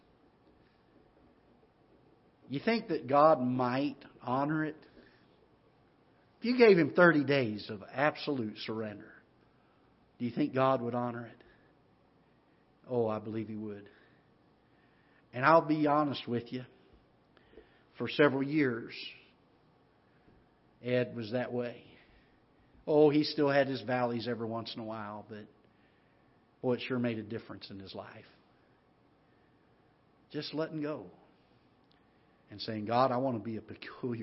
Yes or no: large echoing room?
yes